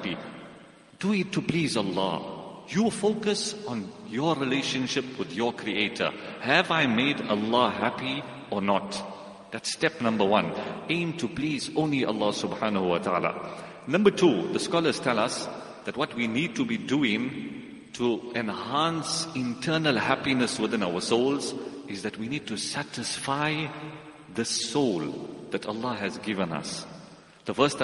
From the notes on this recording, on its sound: Jumuah lecture